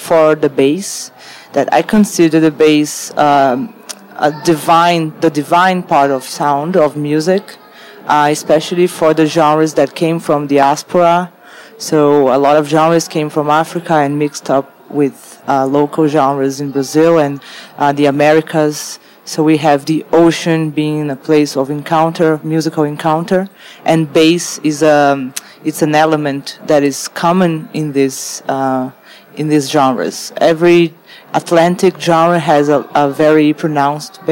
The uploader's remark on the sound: Live from Untitled Art Fair.